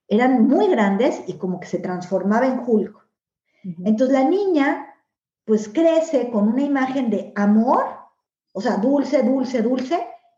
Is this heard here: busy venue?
no